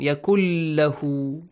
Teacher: Yakun lahu, again merge the sound of nun into lam. Yakul lahu, as if nun is omitted here.